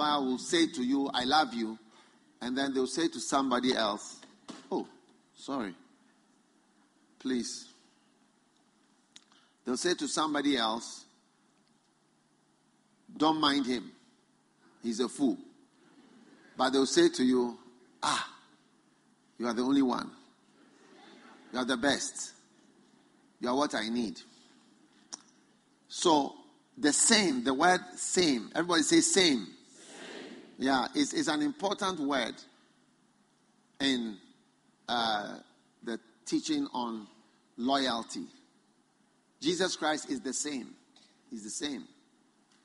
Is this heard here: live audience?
yes